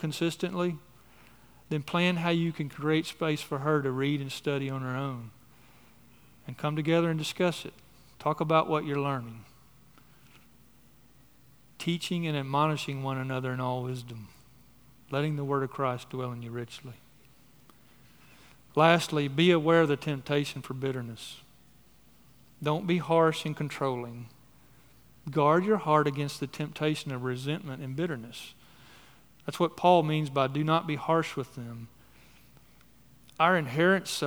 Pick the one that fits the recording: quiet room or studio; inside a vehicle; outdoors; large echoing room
large echoing room